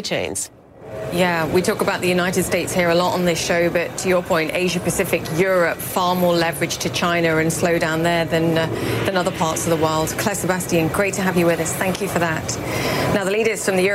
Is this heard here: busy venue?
yes